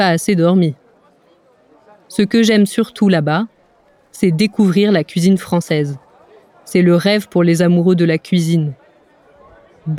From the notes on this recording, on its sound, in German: auf dem Festival La fête de l’Huma in der Nähe von Paris